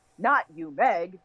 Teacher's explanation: So I actually wrote down, like, stressed, unstressed, stressed.